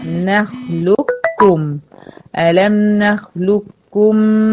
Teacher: كاف وكاف، فانت مفيش قاف هتتنطق خالص · Term: إدغام متقاربين